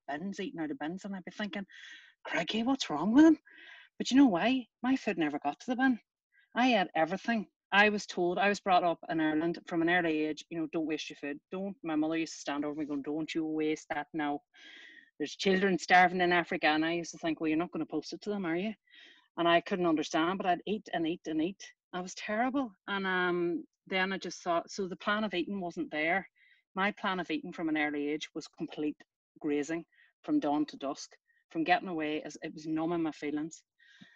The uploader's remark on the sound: Recorded at the 9 Tools of OA Meeting